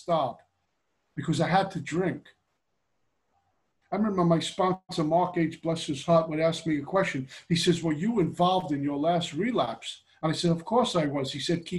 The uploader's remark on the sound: Gives a zoom pitch on Steps 2-3 for The Backroom Group out of Hamilton, Ontario.